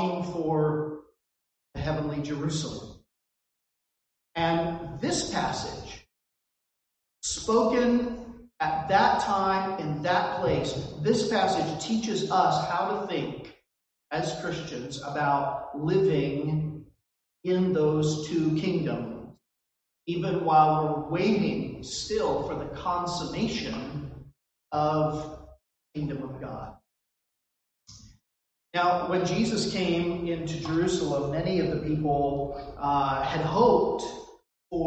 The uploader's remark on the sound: This recording suffers from poor audio quality.